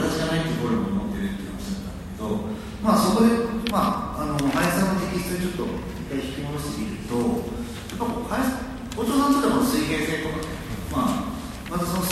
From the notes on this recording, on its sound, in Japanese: のトークイベントの録音です。会場：武蔵野美術大学鷹の台キャンパス 2号館309、310教室。